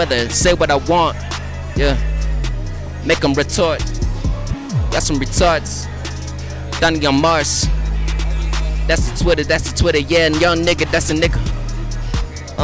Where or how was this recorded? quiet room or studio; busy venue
busy venue